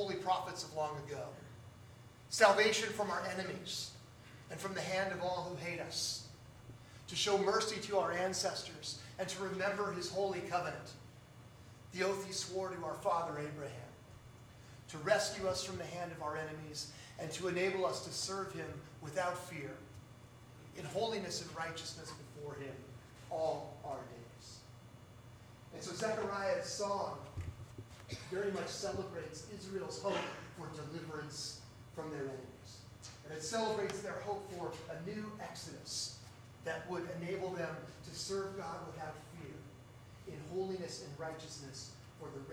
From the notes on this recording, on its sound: Due to technical difficulties, the sound is uneven in the recording. The Audio Fidelity is much lower than normal.